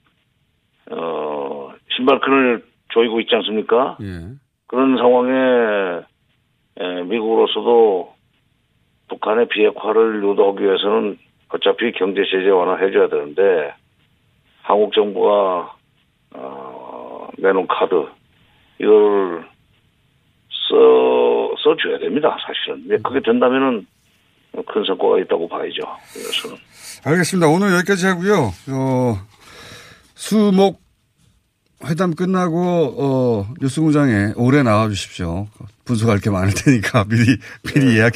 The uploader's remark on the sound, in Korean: 전화연결.